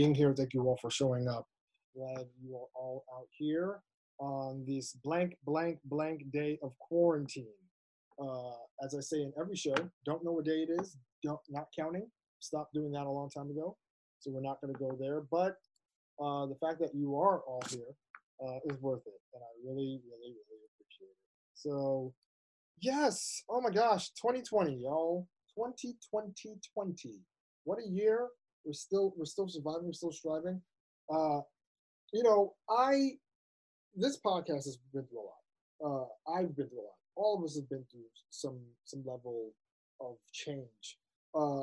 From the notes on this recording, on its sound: It's the 4 Year Anniversary Live ZOOM Show! As fellow listeners come together to celebrate this huge milestone.